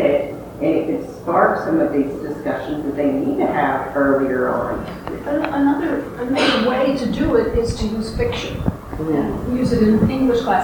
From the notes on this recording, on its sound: NOTE: This podcast is a bit more noisy than our others, but everything should be discernible. We apologize for the sound quality.